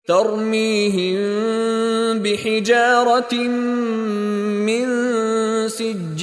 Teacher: bunyi huruf mim disembunyikan dengan meregangkan bibir ke dalam sebutan huruf ba berserta dengung dua harakat · Term: Ikhfa syafawi